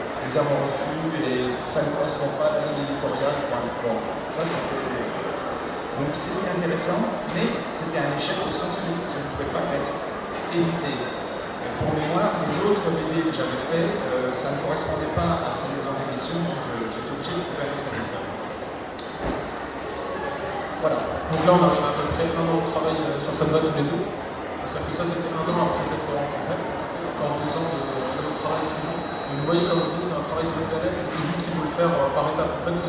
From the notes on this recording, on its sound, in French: Premier enregistrement effectué lors de l’édition 2019 du TGS. TGS 2019 : Conférence. Premier enregistrement effectué lors de l’édition 2019 du TGS , il s'agit de la conférence sur la création et l’édition d'une bande dessinée.